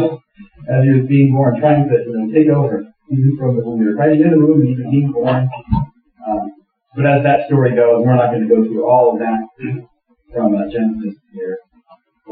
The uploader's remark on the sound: Apologies for the bad sound. We had a technical issue.